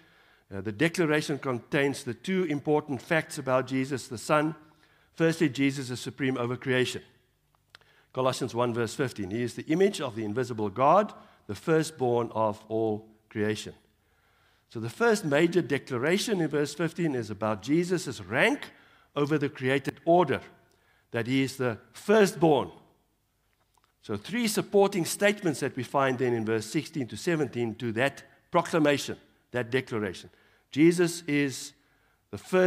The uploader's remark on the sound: Evening Worship Service